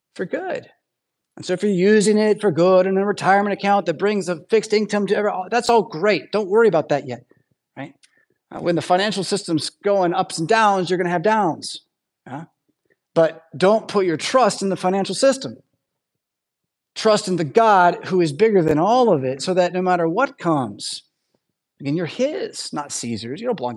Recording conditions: large echoing room